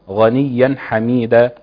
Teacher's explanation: يبقى بيان صوت الغين، قوة الغين، لانها في مرتبة عليها، لانها في حال الفتح · Term: تفخيم الغين